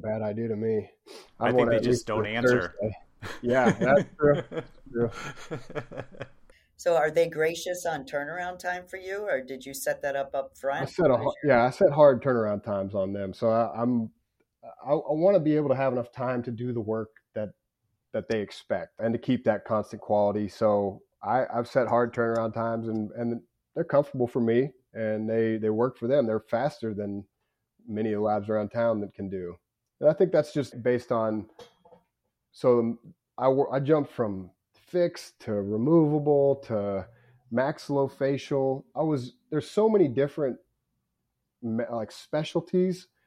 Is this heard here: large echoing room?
no